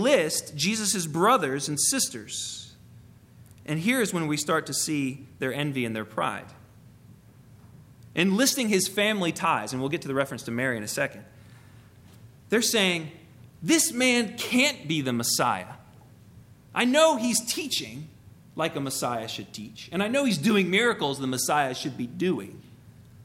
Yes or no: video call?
no